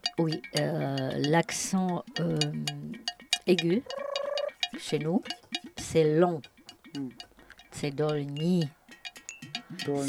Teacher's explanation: Comme un accent, on va accentuer le ni.